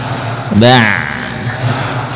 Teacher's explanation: Hanya pada bagian tengah tenggorokan saja yang kita aktifkan sehingga betul-betul terbaca huruf ain.